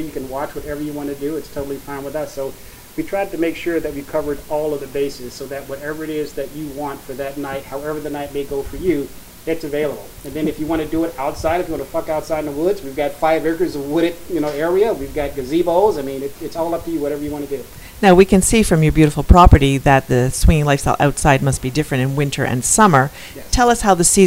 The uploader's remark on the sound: on location at The Lux Social Club in Chicago